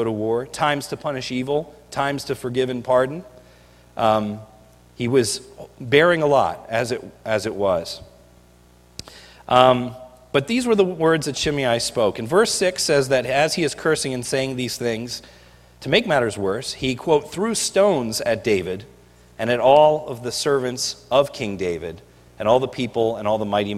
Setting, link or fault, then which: setting, large echoing room